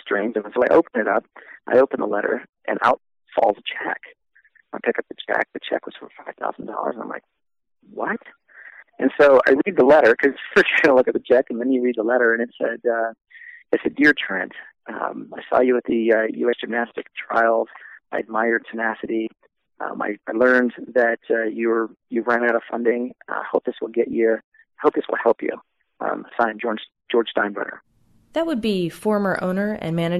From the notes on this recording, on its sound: We were lucky enough to speak with him via phone in his hometown of Albuquerque, New Mexico.